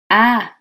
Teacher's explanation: Что-то среднее между А и Э, но ближе к А.